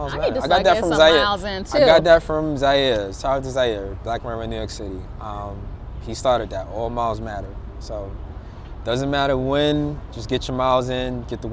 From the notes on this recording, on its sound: This episode was recorded outside on the streets of Brooklyn, NY. What you hear are the raw sounds of New York City.